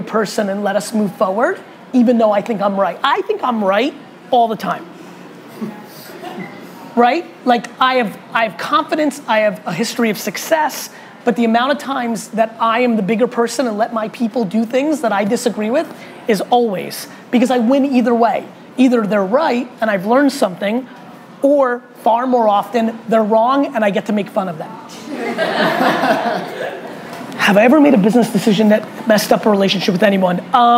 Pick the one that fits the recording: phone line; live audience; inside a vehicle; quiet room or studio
live audience